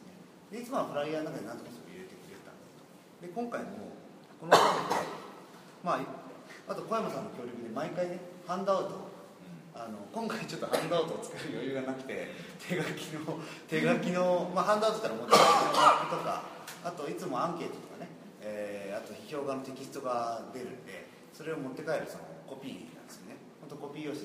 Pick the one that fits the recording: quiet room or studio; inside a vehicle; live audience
live audience